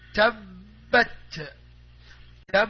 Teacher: Here we have ta fatha, and then we have ba shadda fatha, so we have to stress over the ba.